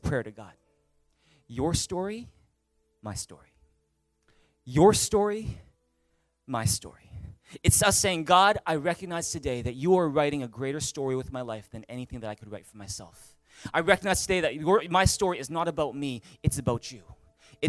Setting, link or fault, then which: setting, large echoing room